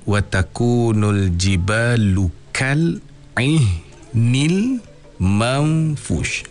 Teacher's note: Jadi dia sebut maknanya hukumnya sukun, maknanya kal dia cukup sekali itu. Kemudian ain baris bawah dia bunyi ih, dia tak bunyi eh kan.